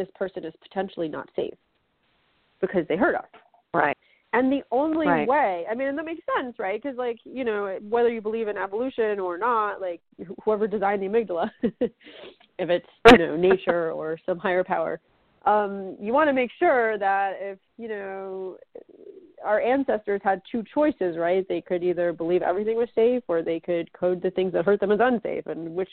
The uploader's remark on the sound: A Call-In Show